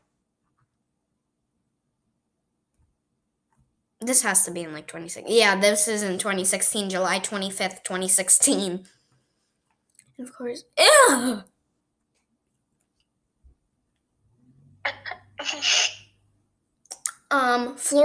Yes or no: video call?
no